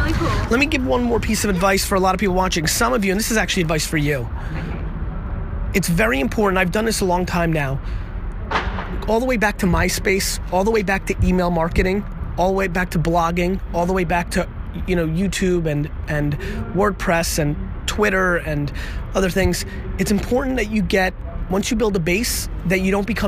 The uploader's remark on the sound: In this interview we hit the streets !! No really, we did this one outside. For this quick interview while in Hamburg.